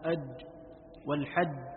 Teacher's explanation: والشديد 8 أحرف يجمعها أجدك قطبت، الهمزة والقاف والكاف والجيم والدال والتاء والطاء والباء، ومعنى الشديد أنه حرف اشتد لزومه لموضعه حتى منع الصوت أن يجري معه، نحو أج والحد فليس يجري في الجيم الصوت